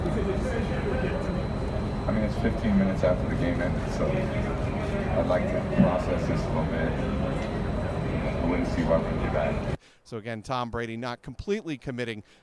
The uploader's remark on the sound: live from the field at US Bank Stadium in Minneapolis